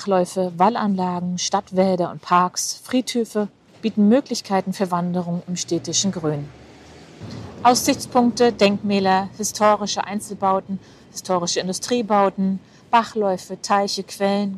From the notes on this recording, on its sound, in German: In dieser Solo-Folge, die ich beim Spaziergang durchs Bahnhofsviertel in Rostock aufgenommen habe